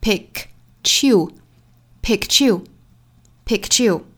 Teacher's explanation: 了 picked you chew 的发音。那这个 ch 是从何而来呢？其实是这样来的啊。首先呢 pick 这个词尾部是一个清辅音的的发音，它后面加了 ed，这个 ed 呢应该读清辅音的 t 的发音。首先我们要知道的就是清清浊浊的语音规律，因为前面是清辅音嘛，后面要加的这个音仍然是读清辅音，所以是 picked，picked。首先这个词我们要会读，读 picked，picked，尾部是 t 的发音。那后面是 u，是一个半元音 y 打手， t 后面遇到了 y。这两个音是可以产生一个同化音的，发成 ch 的发音，所以这两个词放在一起，我们可以把它读成 pick chew pick chew pickchew。其实还有一种读法，就是我们格外特意强调 you 这个词，这样一重读呢，就有可能在前面产生一个小小的自然停顿， picked you picked you